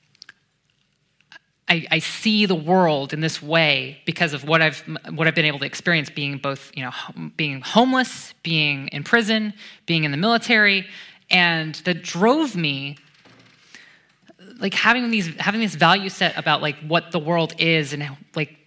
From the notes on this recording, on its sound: This was recorded at the Royal Institution on Monday 1 October 2018.